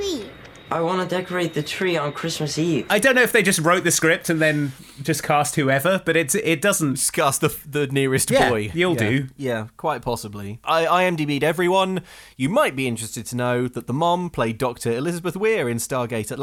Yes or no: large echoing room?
no